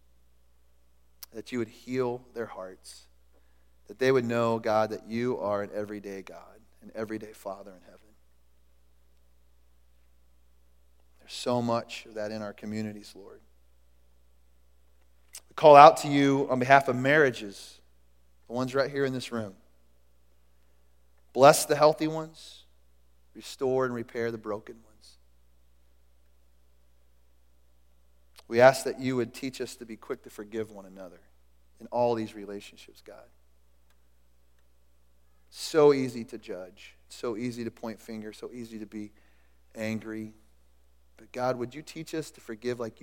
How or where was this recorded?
large echoing room